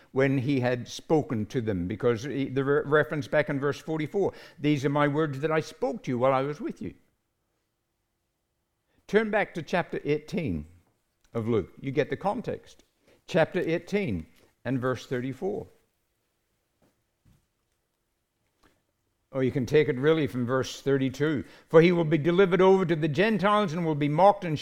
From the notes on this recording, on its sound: recorded live at Grace Community Bible Church